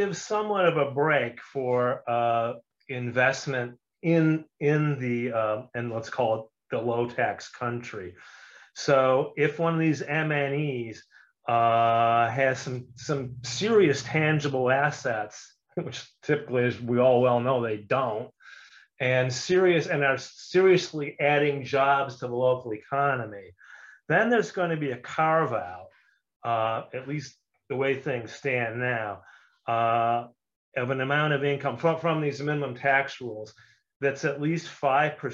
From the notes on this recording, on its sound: For those joining us on Zoom. Welcome to another live stream from us at HTJ.tax.